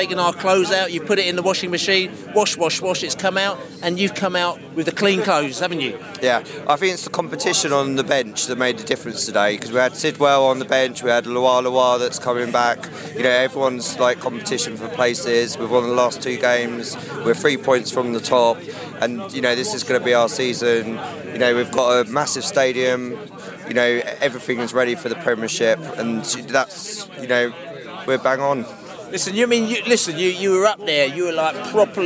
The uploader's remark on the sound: post-match podcast from the pub